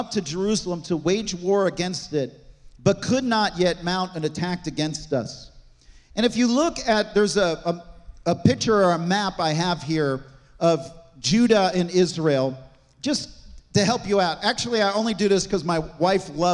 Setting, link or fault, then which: setting, large echoing room